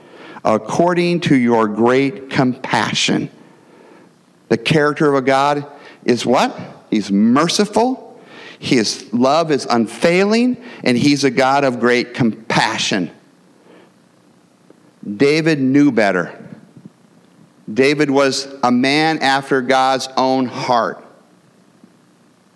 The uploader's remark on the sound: the gospel preached at our church on Sunday